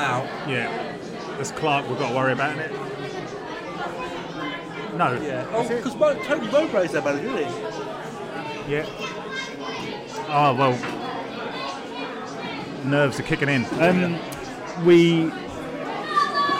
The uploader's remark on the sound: This episode was recorded in front of a live studio audience (sort of).